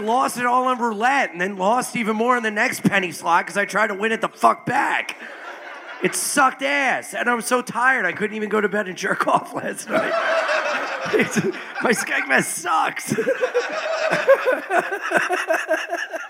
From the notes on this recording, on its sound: LIVE from Skankfest Vegas 2023